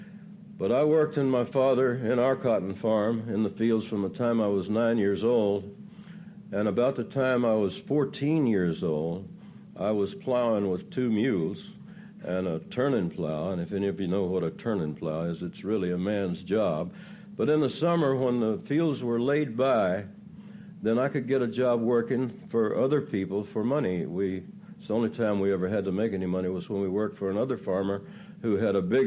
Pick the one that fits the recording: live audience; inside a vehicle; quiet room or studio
live audience